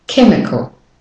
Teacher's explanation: the A in chemical is the schwa, the weak form.